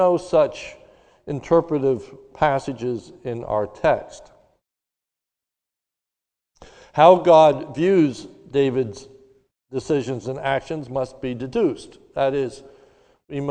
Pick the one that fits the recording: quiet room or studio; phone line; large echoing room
large echoing room